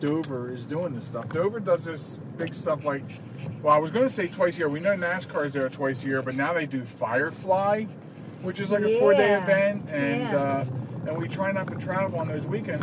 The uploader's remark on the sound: Portions of the program are recorded in transit.